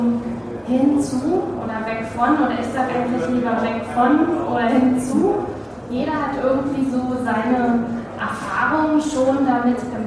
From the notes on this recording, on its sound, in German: Da es sich um einen Live Mitschnitt handelt, kann es vorkommen, dass der Ton an der ein oder anderen Stelle ein wenig schlechter als gewohnt ist